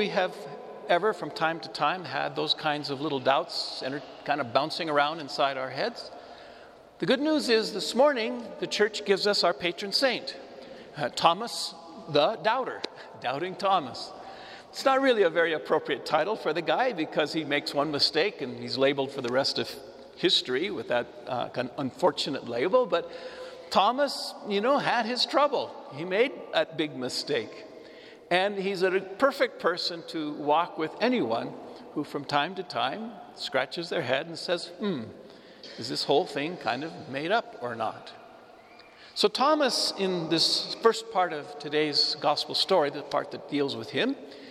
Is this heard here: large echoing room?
yes